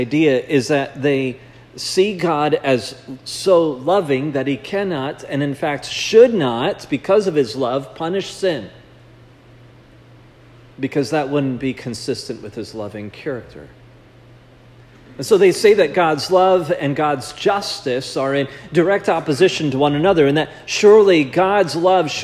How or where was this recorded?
large echoing room